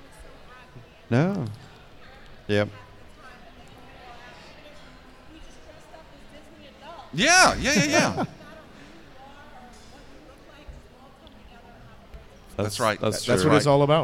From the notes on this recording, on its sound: Live from the 2024 Fan Expo New Orleans. Live from the 2024 Fan Expo New Orleans, I host a panel focusing on "Fave Fan Con Experiences."